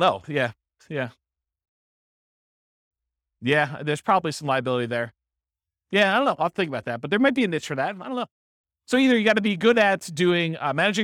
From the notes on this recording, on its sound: This was a live class recorded